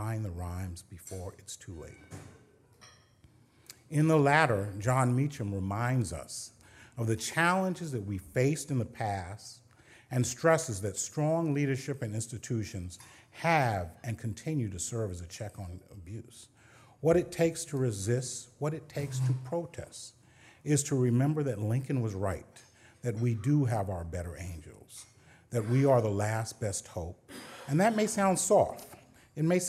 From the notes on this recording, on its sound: At the Council of American Ambassadors' Spring Conference